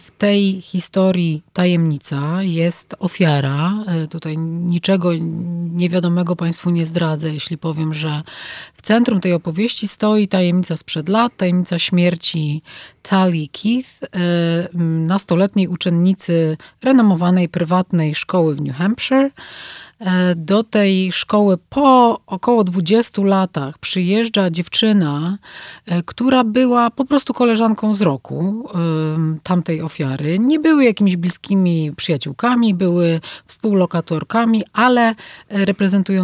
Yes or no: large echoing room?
no